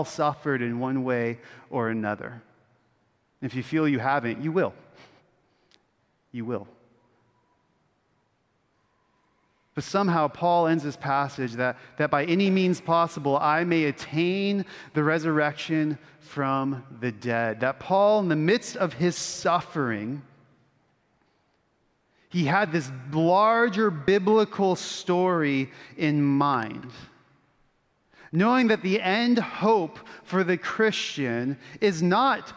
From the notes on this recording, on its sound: Originally preached at Bethany Lutheran Church in Austin, Texas